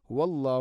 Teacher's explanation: ഹുവല്ലാഹ്, നേരത്തെ പറഞ്ഞതുപോലെ ഹ എൻ്റെ ഉച്ചാരണം ശ്രദ്ധിക്കണം, തൊണ്ടയുടെ താഴെ ഭാഗമാണ് ഹ